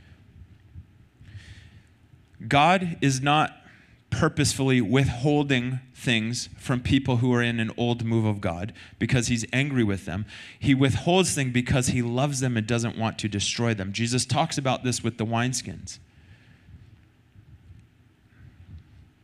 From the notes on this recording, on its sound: Recorded sunday night service 3-12-2023